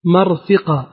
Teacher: فتح الميم وكسر الفاء مع تفخيم الراء